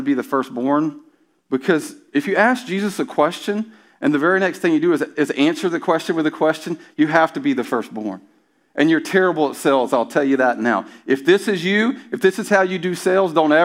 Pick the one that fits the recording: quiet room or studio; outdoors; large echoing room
large echoing room